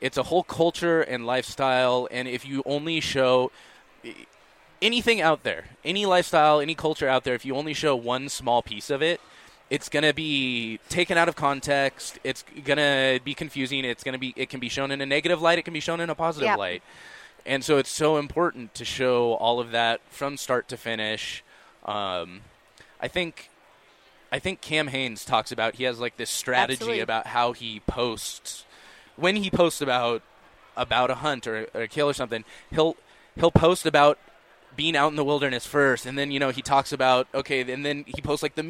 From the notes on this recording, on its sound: At the International Sportsman's Expo.